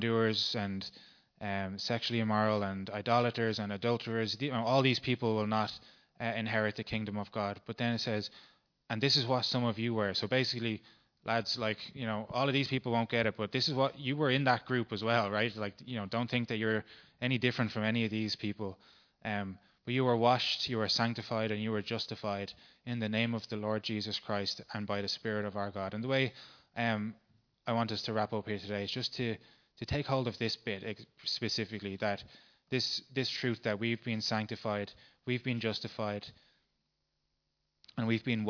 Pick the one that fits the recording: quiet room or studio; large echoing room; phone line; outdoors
large echoing room